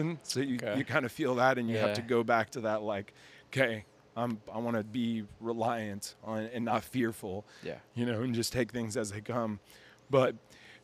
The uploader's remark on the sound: Recorded at Proximal Strength, a CrossFit gym in Springfield, MO.